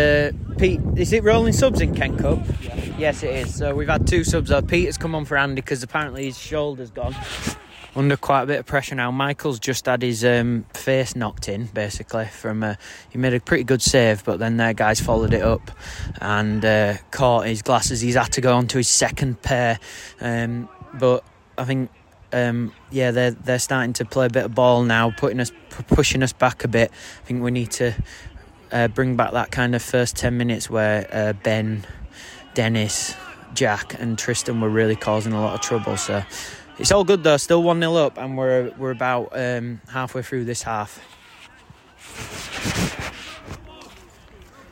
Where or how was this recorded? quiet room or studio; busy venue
busy venue